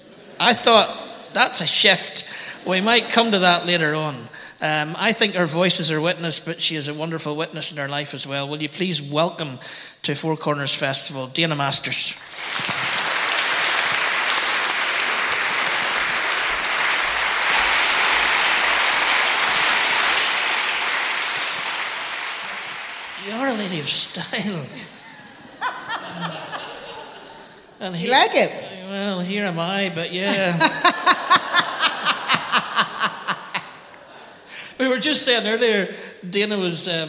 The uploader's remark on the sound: This conversation was recorded at the 4 Corners Festival in Belfast, Northern Ireland in February 2023.